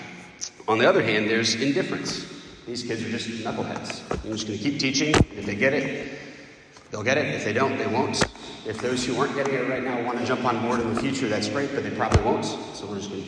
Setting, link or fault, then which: setting, large echoing room